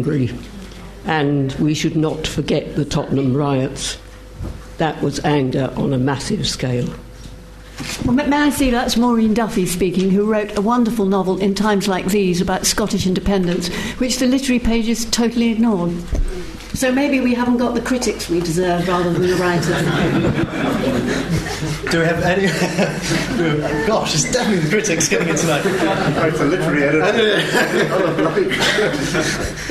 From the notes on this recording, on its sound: This event forms part of LSE Space for Thought Literary Festival 2014, taking place from Monday 24 February - Saturday 1 March 2014.